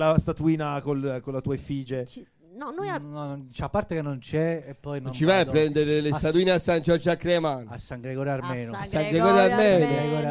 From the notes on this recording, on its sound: Live dal GhePensiMi di Milano